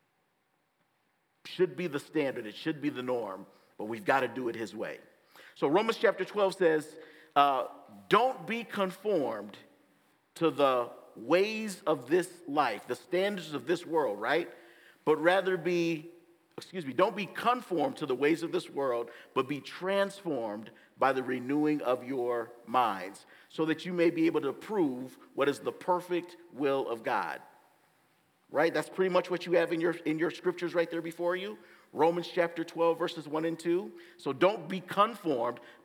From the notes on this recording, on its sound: gives the message at Bethesda Church on April 30, 2023!